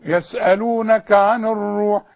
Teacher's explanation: خد بالك من الراء المضمومة انها مفخمة